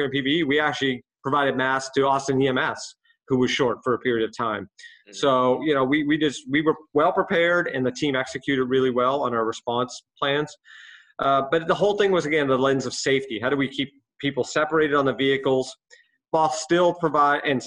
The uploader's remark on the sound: This episode was recorded remotely